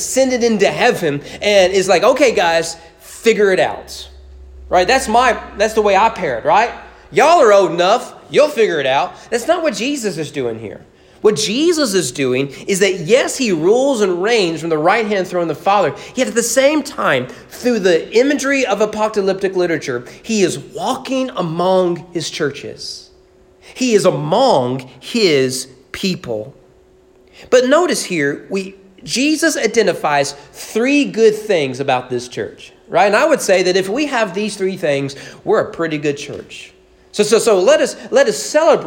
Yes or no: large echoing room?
yes